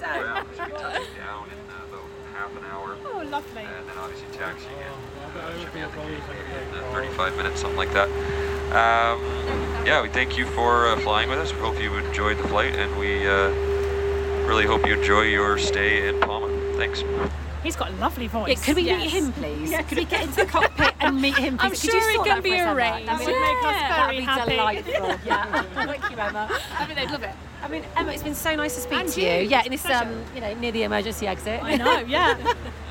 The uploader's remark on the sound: Pod on a plane. We recorded our pod up in the sky on the TUI flight to Palma, Majorca!